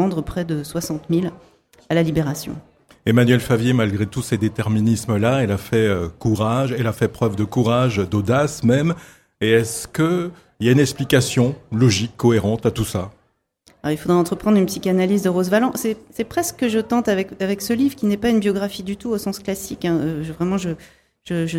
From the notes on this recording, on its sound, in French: Pour Radio Prévert. Plateau en direct sur le stand de la FRAMA : Fédération Régionale des Radios Associatives Maine Anjou.